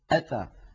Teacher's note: هذه الهمزة شديدة وفيها انحباس للصوت